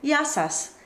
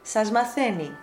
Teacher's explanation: that sigma will voice to match the M of matheni · Shown in: second take